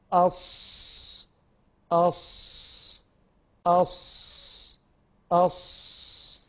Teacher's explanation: اللسان وأنت تتلفظ بالصاد أص أص، هتجد إنه اللسان أو طرف اللسان يقف ما بين الثنايا العليا والثنايا السفلى، يقف في المنتصف ثم يتجه لأسفل عند صفحة الثنايا السفلى، بينزل لأسفل رأس اللسان هكذا يعني أص أص أص أص.